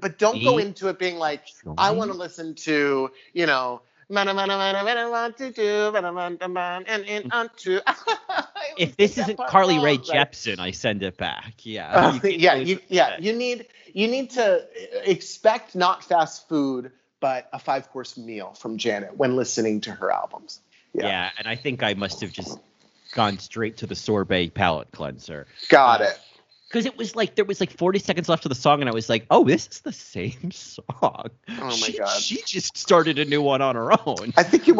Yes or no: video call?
yes